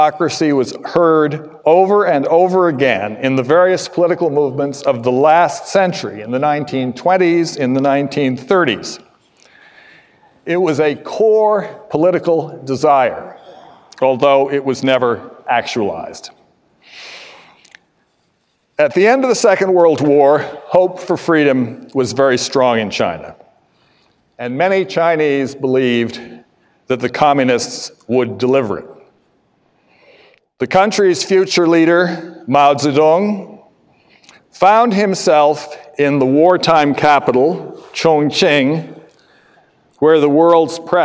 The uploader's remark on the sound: Public lecture. Sponsored and organized by the Witherspoon Institute, the lecture is co-sponsored by the James Madison Program in American Ideals and Institutions at Princeton University.